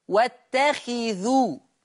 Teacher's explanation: حفص يقرأ بكسر الخاء واتخذوا.